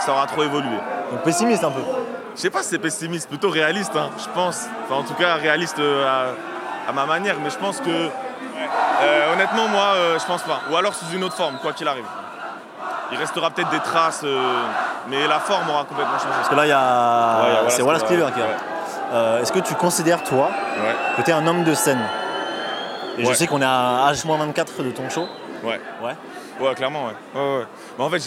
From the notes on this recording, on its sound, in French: Au milieu du Grünt Festival. Pose ses micros dans les coulisses du Grünt Festival 2 et part à la rencontre de ceux qui le font : organisateurs, artistes et spectateurs.